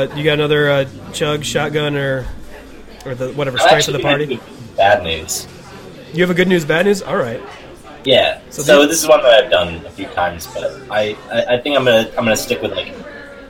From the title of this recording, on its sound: Suns out Party Guns out at Goldspot Brewing